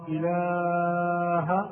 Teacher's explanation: المبالغة في مد اللام في إله فينطقها بعضهم هكذا، أشهد أن لا إله إلا الله إله، هذا خطأ، والصواب أن يمدها مدا طبيعيا، أشهد أن لا إله إلا الله.